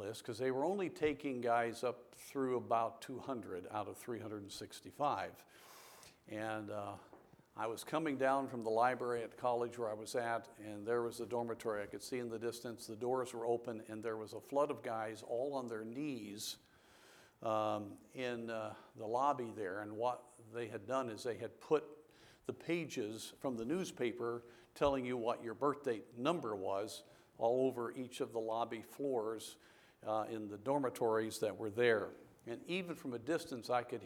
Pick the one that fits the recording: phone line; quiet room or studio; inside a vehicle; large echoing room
large echoing room